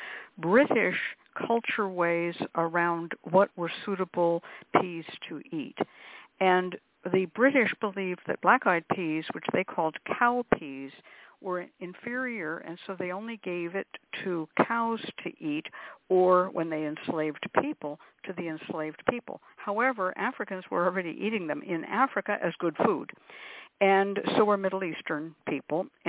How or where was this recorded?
phone line